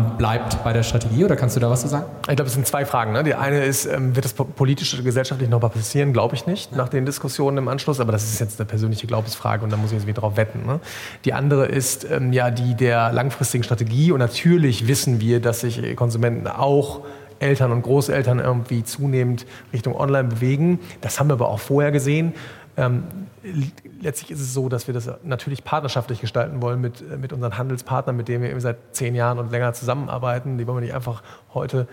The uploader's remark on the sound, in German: Diese Folge des K5 Commerce Cast wurde live auf dem K5 MEETup in Köln aufgenommen.